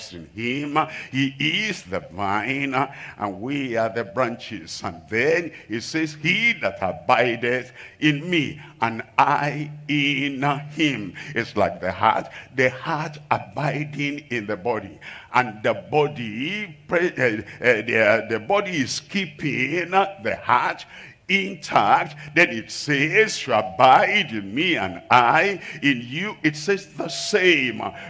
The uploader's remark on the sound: live from Asaba, Nigeria